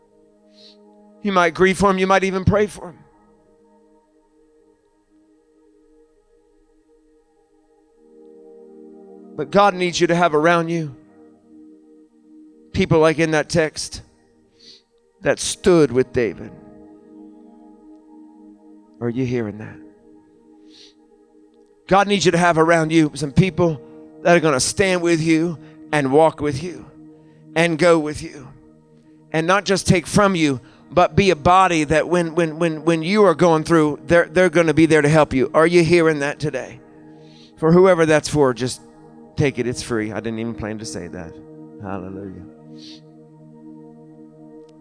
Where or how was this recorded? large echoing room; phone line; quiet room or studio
large echoing room